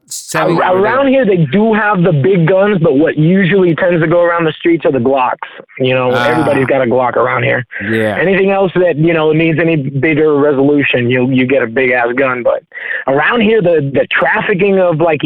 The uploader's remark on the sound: The guys take a whole bunch of phone calls